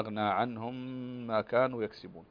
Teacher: عندنا الميم الساكنة وبعدها ميم فتغن بمقدار حركتين